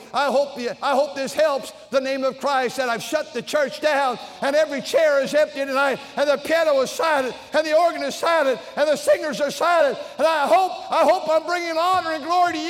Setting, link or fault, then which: setting, large echoing room